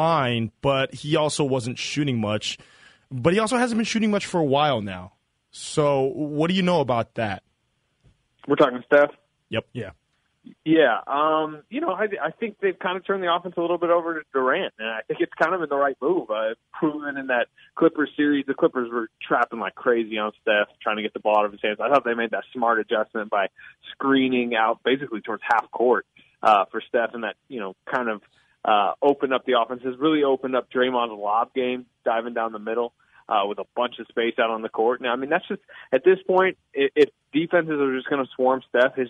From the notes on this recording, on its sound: the phone lines buzz